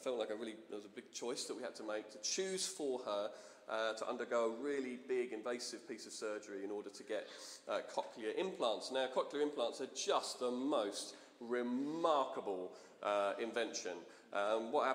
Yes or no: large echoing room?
yes